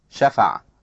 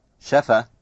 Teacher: Vowel plus ein versus vowel only in word final position.